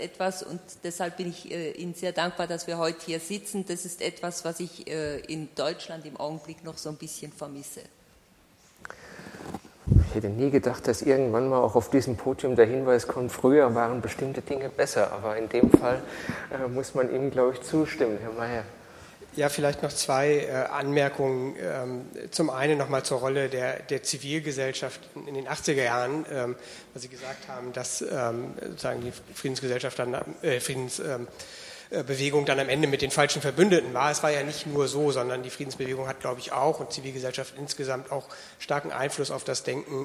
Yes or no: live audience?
yes